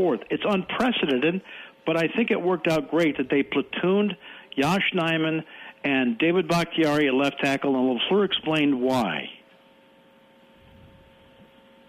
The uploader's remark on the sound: takes phone calls